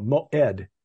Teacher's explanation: that little stop in between the two syllables is the ayin · Term: glottal stop